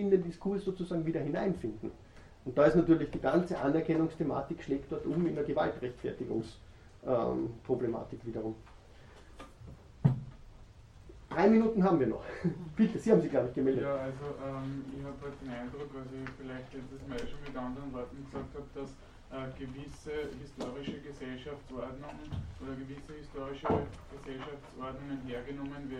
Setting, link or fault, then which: setting, large echoing room